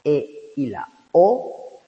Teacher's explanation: Luego tenéis la E y la O, que son medio abiertas